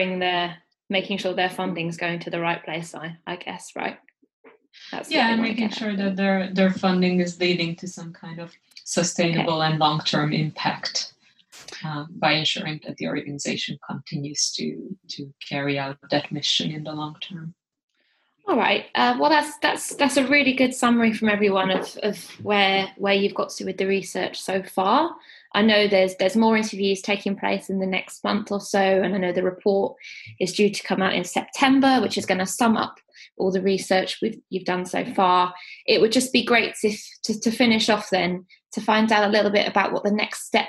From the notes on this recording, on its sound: This podcast was recorded remotely over Zoom